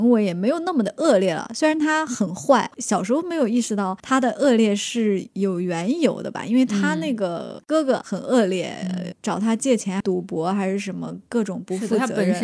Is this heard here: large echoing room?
no